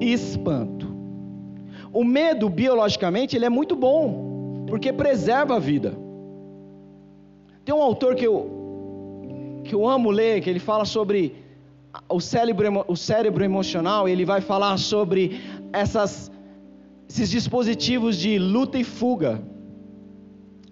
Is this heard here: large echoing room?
yes